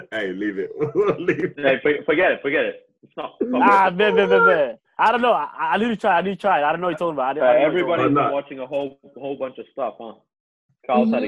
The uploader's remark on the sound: Welcome to our first over-the-phone podcast.